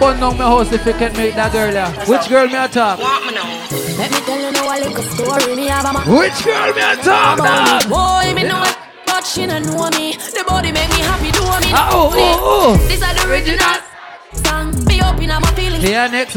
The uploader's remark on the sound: Live Inside San Pedro's #1 Night Club - The Verse Allure For Easter 2023